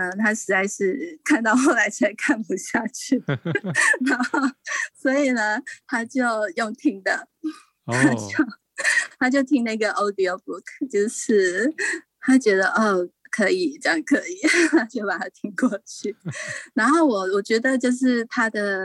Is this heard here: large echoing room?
no